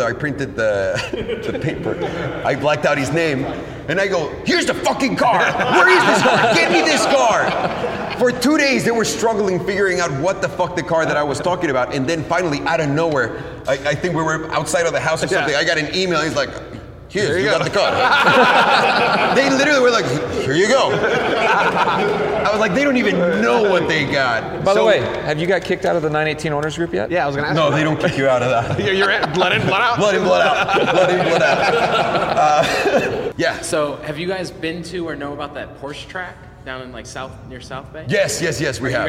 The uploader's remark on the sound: We hosted a live event, podcast, and Q&amp;A session with a small group of pro subscribers. We hosted a live event, podcast, and Q&A session with a small group of pro subscribers.